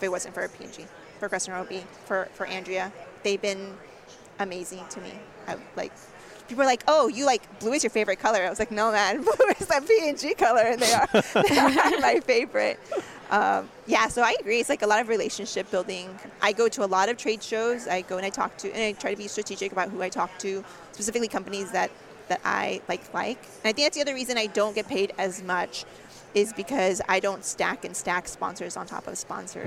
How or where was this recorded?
busy venue